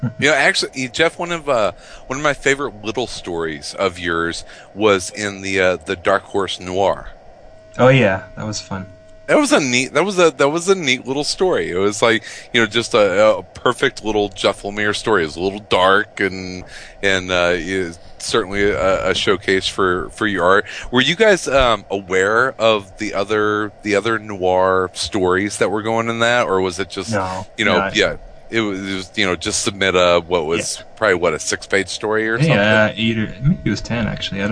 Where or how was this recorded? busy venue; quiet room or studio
busy venue